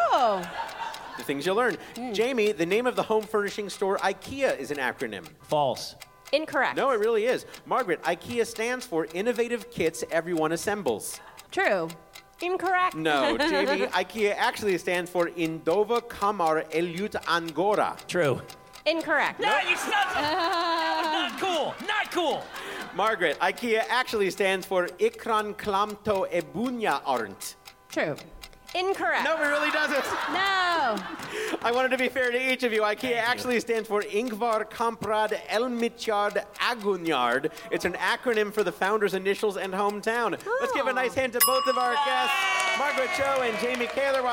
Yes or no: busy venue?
yes